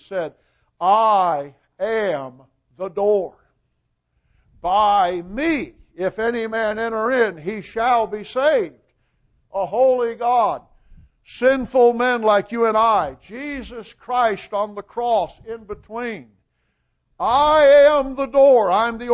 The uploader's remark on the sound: Recording of the sermon